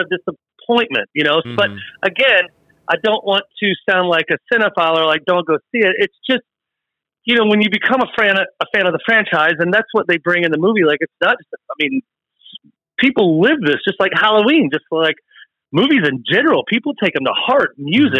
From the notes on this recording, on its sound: Test and make sure we can take phone calls. Called in from the SlashU East Campus.